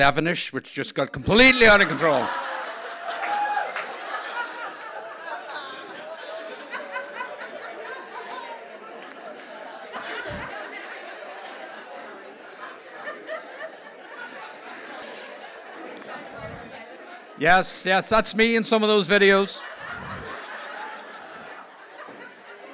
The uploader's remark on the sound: Here are three amazing stories from our February evening as part of the NI Science Festival. Tenx9 is a live storytelling event where nine people have up to ten minutes each to tell a true story from their own life on a particular theme.